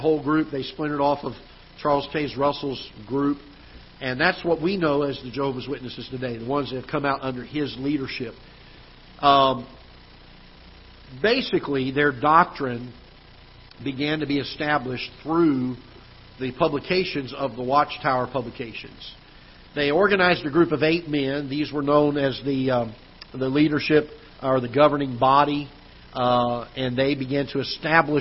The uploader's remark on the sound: Ketha Heights Baptist Church ~ Live Broadcast